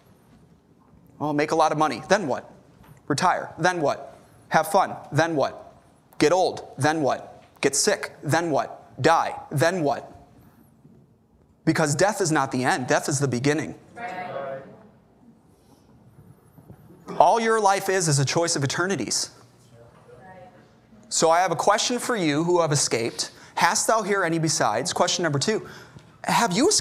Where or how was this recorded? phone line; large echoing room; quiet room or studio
large echoing room